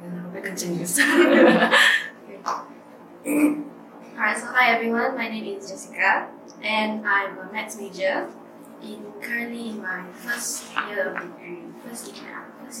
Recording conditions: poor microphone